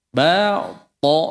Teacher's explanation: طَ-nya tebal. Ba-nya tetap tipis. Jangan بَاطِلْ.